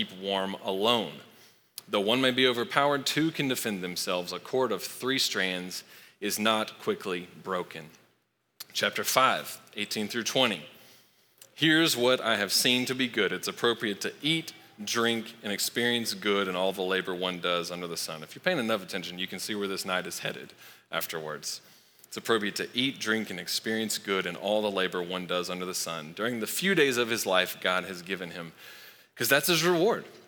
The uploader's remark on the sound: Recorded live at Long Hollow Church on March 21, 2023.